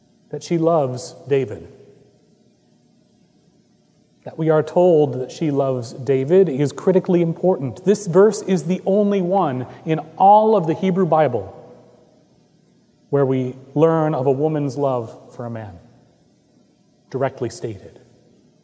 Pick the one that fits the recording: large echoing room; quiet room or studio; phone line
large echoing room